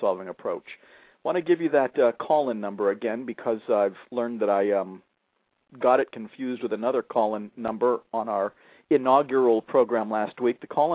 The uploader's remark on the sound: a father who called